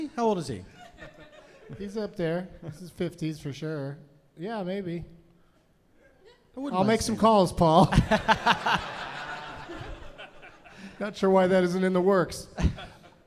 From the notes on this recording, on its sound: Live from the Now Hear This Fest in Anaheim